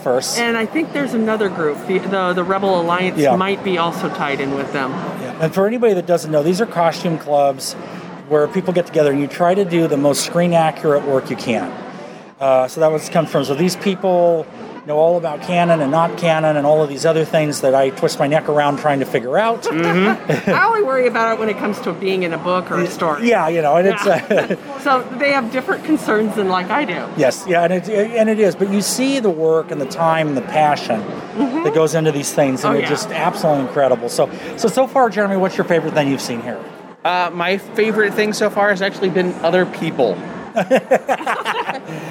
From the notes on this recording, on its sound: The team presents live coverage of the Emerald City Comic Con in Seattle.